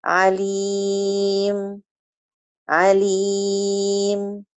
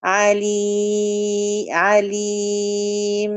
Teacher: تحقيق زمن الساكن على الميم دون الإطالة · Shown in: first take · عليم عليم، حتى لا يتولد غنة زايدة.